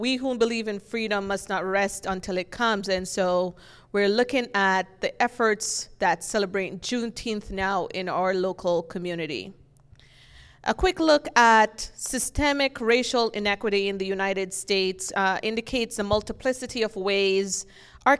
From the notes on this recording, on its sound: Undisciplined held a live taping of the podcast in front of an audience at NorthWest Arkansas Community College in Bentonville, Arkansas.